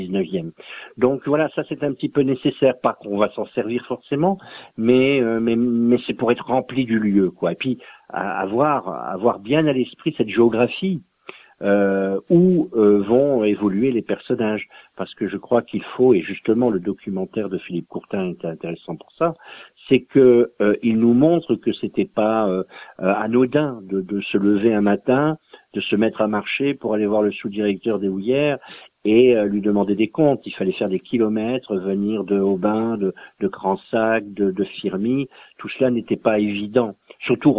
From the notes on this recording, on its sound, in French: Reçoit par téléphone le romancier.